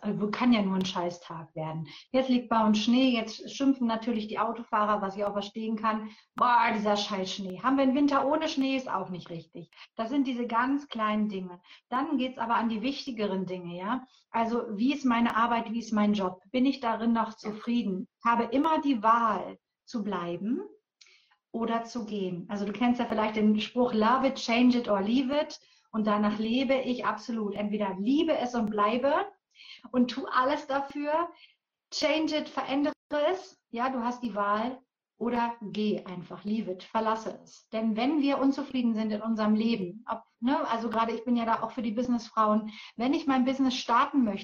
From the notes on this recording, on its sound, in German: Heute hörst du einen Mitschnitt aus einem Instagram Live